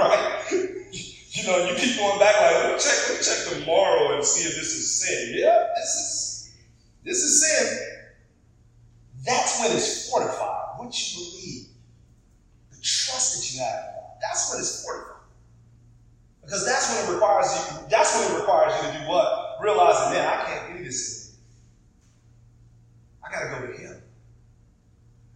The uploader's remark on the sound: Apologies for the audio quality this week!